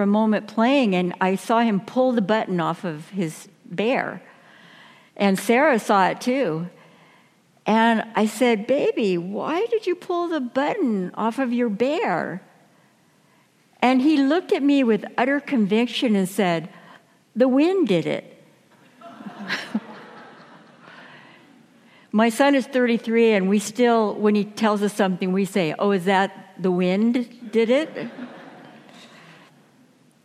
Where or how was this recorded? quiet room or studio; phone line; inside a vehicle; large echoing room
large echoing room